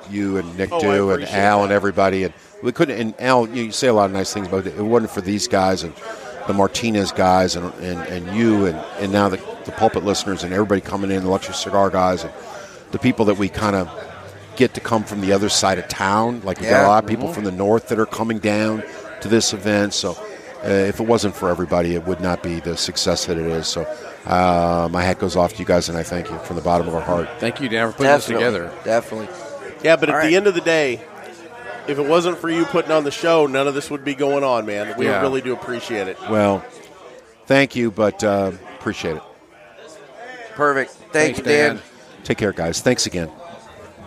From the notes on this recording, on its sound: Do a joint podcast from the second annual Rivermen Cigar Company Festival. We speak with a number of listeners.